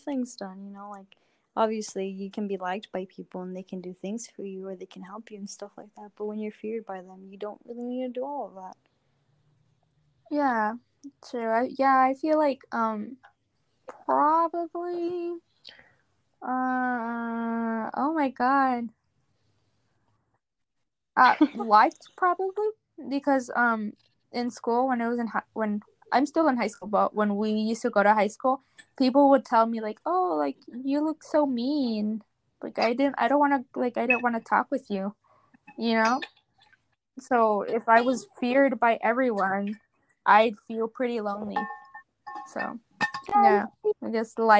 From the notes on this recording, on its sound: Regardless of the amount of lagging, interrupting, and background noise there is in this episode.